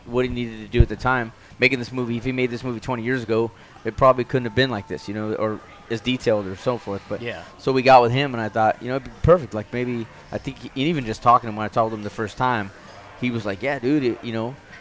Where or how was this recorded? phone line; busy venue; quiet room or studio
busy venue